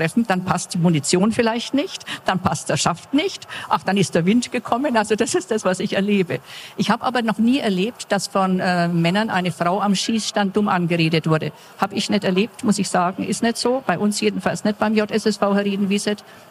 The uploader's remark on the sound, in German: Die Tonqualität ist einer Besuchermesse entsprechend und nicht mit den Studio-Folgen vergleichbar.